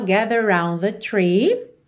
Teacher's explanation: Gather round, você junta num R só